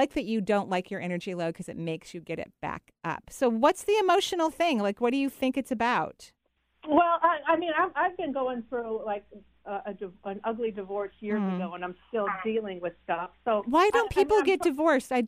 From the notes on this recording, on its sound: Today is a call-in show!